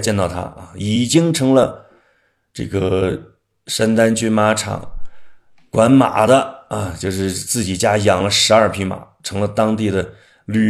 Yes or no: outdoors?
no